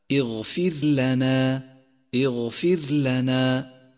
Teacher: خامسا، لاحظ كيف جاءت الراء مرققة في قوله تعالى اغفر لنا، اغفر لنا، رققت لأنها ساكنة وقبلها مكسور